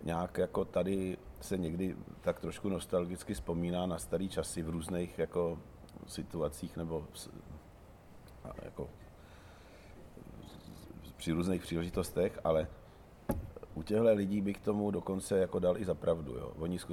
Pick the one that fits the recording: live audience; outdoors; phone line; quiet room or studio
outdoors